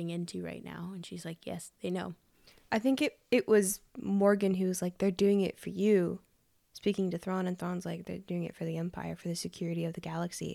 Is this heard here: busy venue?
no